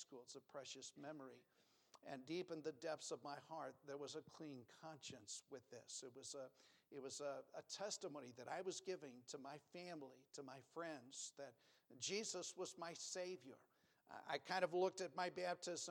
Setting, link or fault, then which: setting, large echoing room